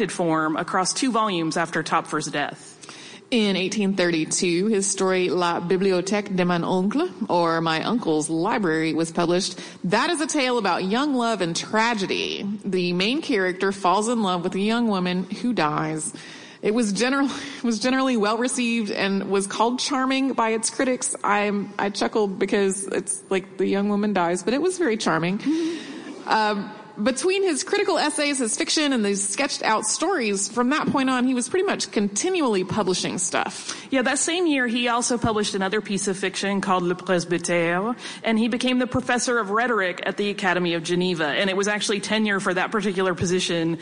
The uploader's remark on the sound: SYMHC Live at NYCC